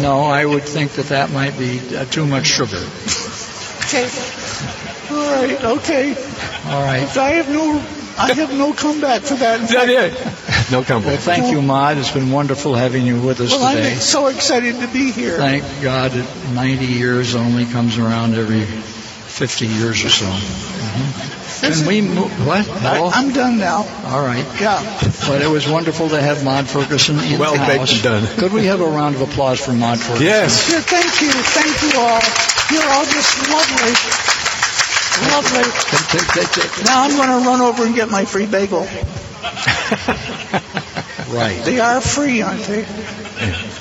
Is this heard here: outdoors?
yes